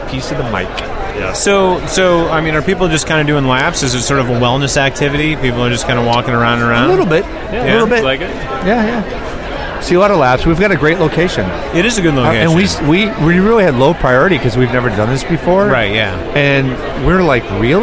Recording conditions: busy venue